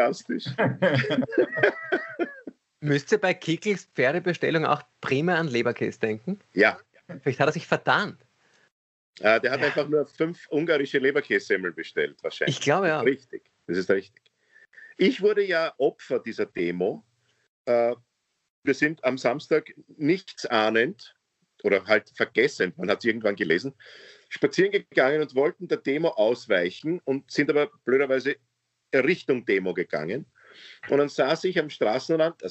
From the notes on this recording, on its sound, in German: Aufzeichnung einer ZOOM Session vom Montag, 8.